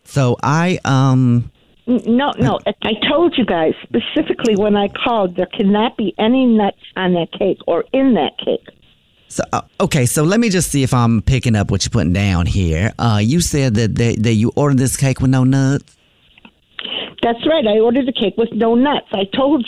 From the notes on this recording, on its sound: in this Phone Prank!